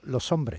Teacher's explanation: Todos los andaluces nos parecemos en que perdemos esa S, sí, pero cada uno la pierde a su manera.